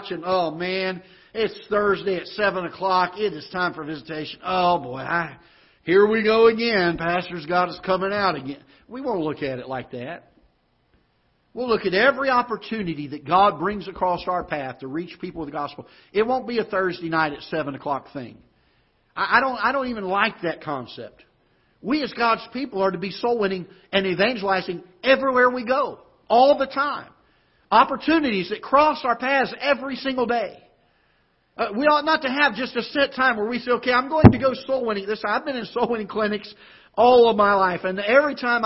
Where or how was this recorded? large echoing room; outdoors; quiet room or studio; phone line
large echoing room